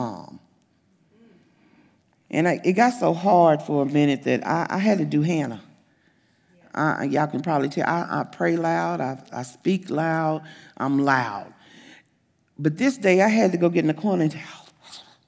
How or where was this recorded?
large echoing room